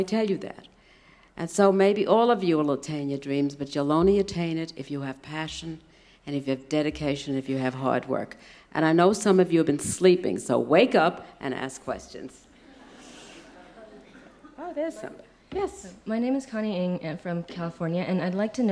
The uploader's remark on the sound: recorded during the Academy of Achievement's 1996 Summit in Sun Valley, Idaho